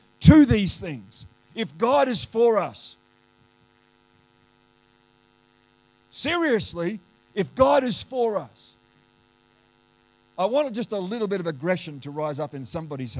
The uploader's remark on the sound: The live stream of Destiny Church Atherton